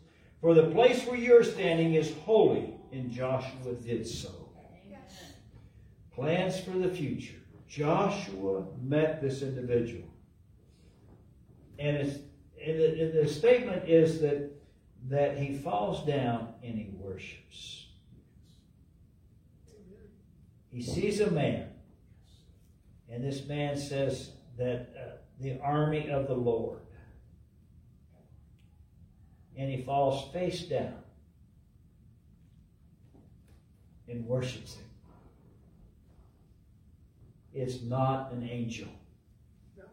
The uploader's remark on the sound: LIVE from Calvary